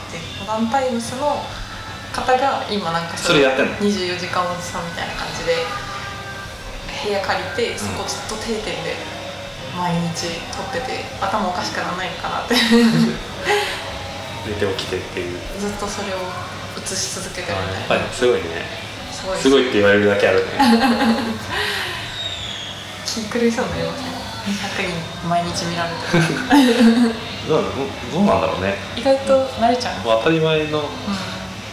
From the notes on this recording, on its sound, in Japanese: 今回もカラオケボックスでの録音のため音質的に聞き苦しい点が多々ございます